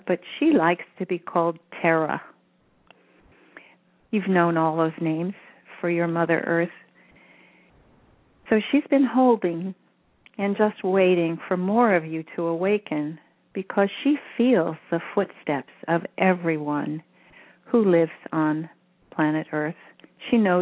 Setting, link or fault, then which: link, phone line